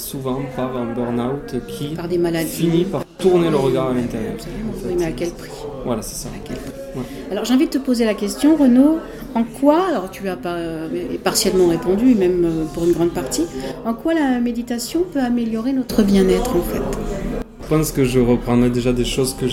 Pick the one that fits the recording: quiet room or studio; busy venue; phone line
busy venue